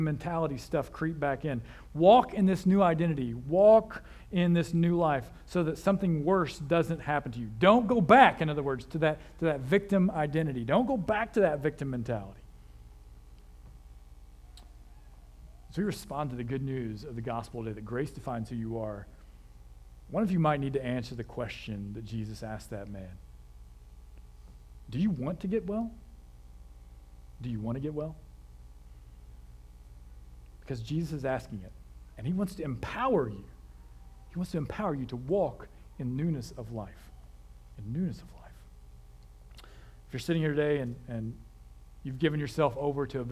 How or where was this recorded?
large echoing room